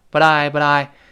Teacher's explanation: tried to get hold of you, but I couldn't getthrough。但是我打不通啊。But 跟 I，这个 t 碰到了 I，这辅音碰元音要连读。然后 t 再轻轻浊化，以免前面 a 和我们 I 声带都震动，一块儿震起来了，读成 But I, but I, but I, but I 中间有个轻轻的舌尖儿带一下，But I, butI。然后 couldn't 是打不通，是不能嘛，Can't 它的一般过去式都用 couldn't。但读快之后，couldn't 又变成 couldn't，couldn't 跟刚才道理一样，鼻腔爆破。Could 舌尖顶住，舌尖不动了，粘住上牙膛，鼻子受气